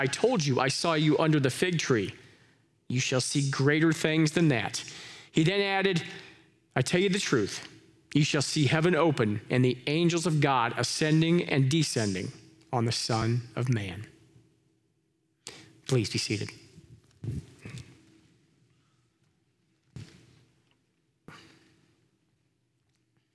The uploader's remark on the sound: Live from our Celebration Ministry Center